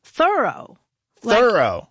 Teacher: their friend's name was pronounced Thoreau, with the accent on the first syllable